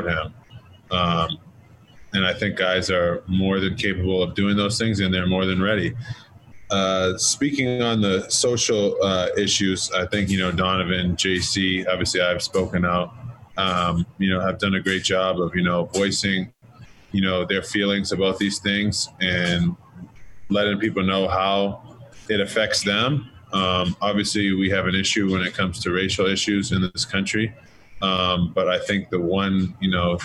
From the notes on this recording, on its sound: Zoom Press Conference. Addressed local media on Thursday via ZOOM conference call.